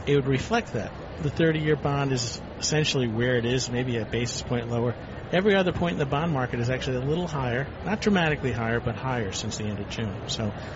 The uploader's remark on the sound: Live from the 2016 US Tennis Open.